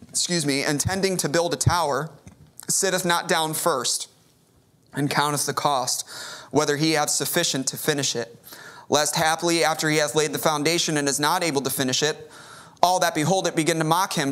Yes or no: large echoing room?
yes